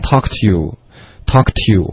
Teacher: 这里把三个音节融成两个了